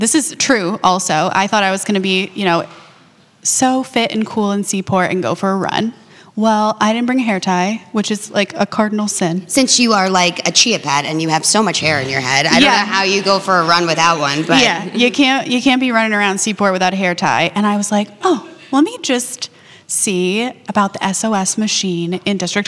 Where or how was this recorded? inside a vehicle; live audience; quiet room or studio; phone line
live audience